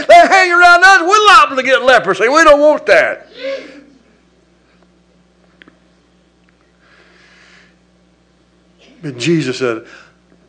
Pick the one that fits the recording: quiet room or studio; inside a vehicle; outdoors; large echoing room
large echoing room